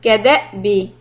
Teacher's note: همزة سكون a little hiccup